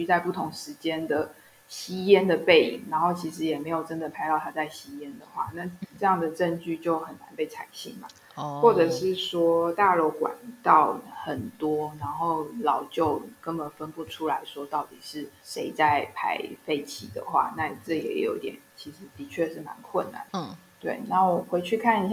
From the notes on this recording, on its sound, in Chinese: 這集是用團隊還在遠距工作時所錄製，音質音量都有些不穩定